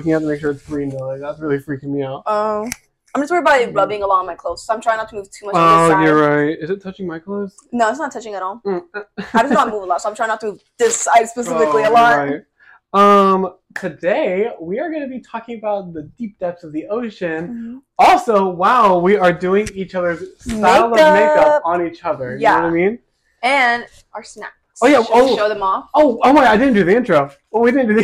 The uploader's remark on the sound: We want to apologize for the quality of the next two episodes! We didn’t realize when purchasing the microphones how disappointing they were.